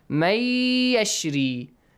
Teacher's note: Noon is merged into ya and it changes to ya sound. · Term: idgham